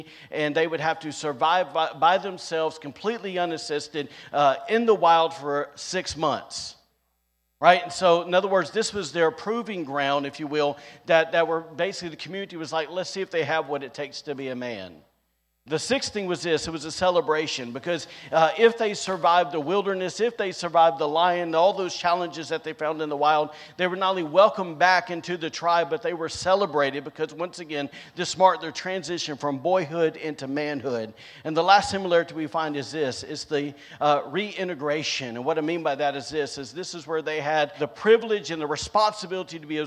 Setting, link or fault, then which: setting, large echoing room